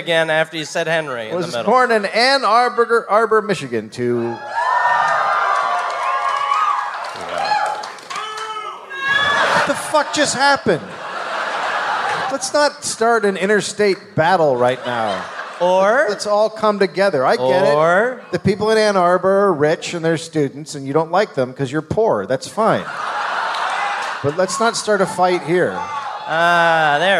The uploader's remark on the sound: Live in Detroit